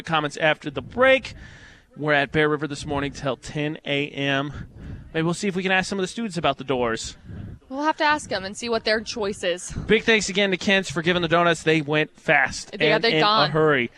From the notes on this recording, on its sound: Broadcast live from Bear River High School.